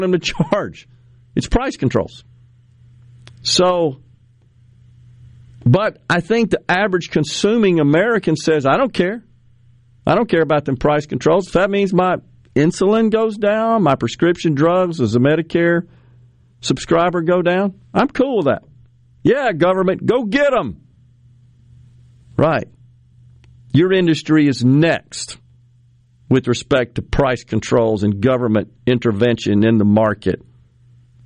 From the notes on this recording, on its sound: joins the conversation by phone from the road